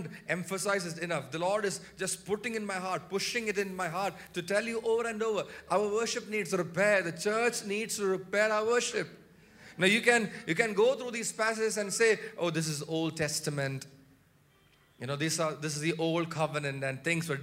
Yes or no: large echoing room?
yes